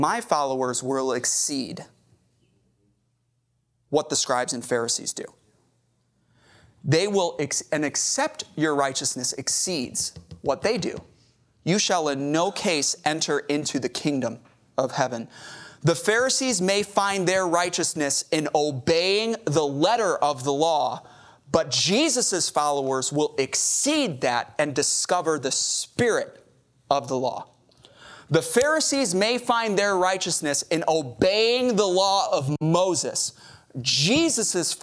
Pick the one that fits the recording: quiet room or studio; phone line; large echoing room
large echoing room